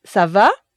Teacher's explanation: in the question, the accent goes up at the end · Term: intonation